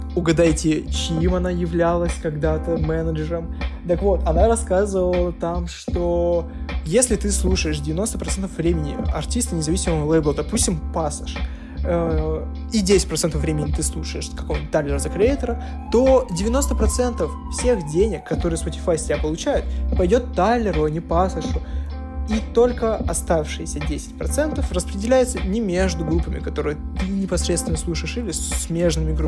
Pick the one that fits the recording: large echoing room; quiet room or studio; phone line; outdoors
quiet room or studio